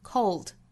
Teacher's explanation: 把元音拉长拖长把后面舌侧音拖清楚了之后再去发最后的尾音 cold 先把速度放慢熟悉了之后再一点点加速度 cold or warm 好我们来用非常慢的速度用美音来读一下这句话 We'll walk this road together through the